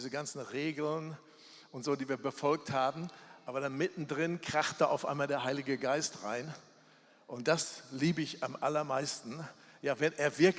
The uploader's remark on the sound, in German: Das ist ein Teil der Abschlussveranstaltung von “GOTTES HERZ TREFFEN BERLIN 2020 –TOGETHER TOGETHER” von der ELIA-Bewegung.